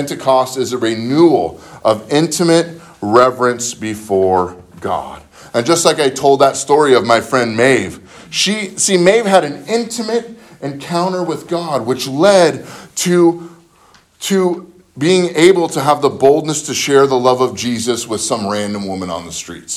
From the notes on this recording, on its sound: spoken at Living Word Lutheran Church in Graham Washington